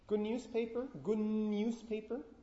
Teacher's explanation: D and N are produced in the same place, so place of articulation doesn't change.